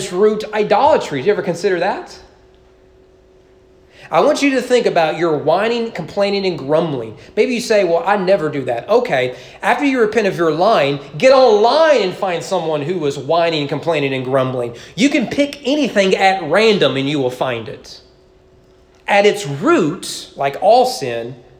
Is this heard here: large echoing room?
yes